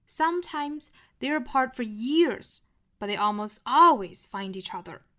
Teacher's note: 那我们发现这个 years 和 always 它是拖得更长了，声音更大了，并且语调呢是更高了。 · Term: 重读